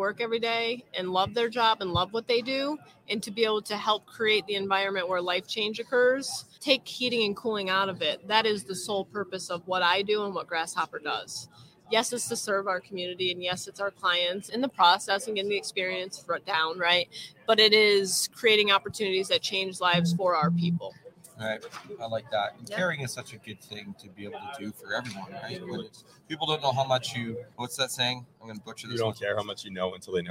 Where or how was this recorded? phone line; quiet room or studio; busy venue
busy venue